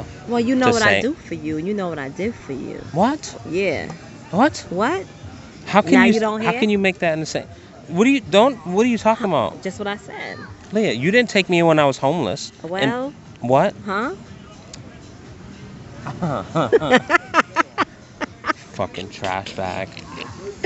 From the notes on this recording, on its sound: on location poolside in Punta Cana